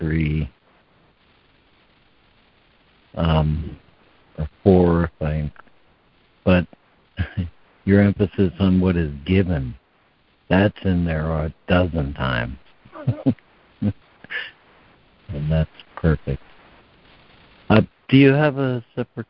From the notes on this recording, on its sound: ACIM Daily Conference Call